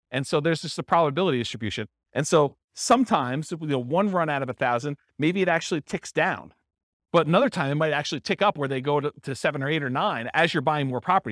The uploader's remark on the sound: This was a live class recorded.